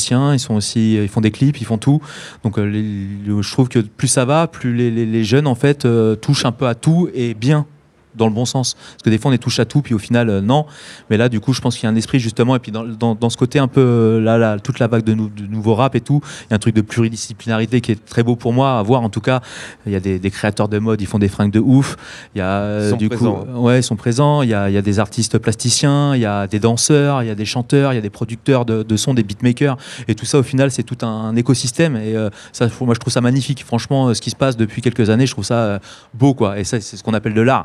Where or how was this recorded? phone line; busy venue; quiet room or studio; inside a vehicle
busy venue